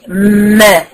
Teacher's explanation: الشفتين هتتباعد ويتصاعد الصوت الى اعلى · Term: ميم مفتوحه